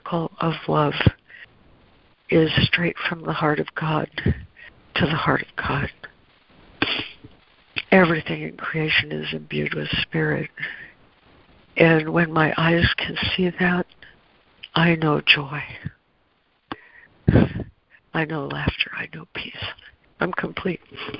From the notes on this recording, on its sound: ACIM Daily Conference Call.